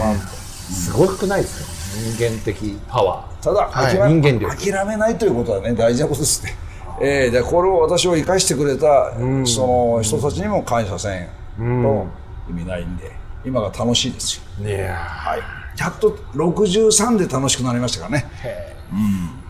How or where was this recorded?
busy venue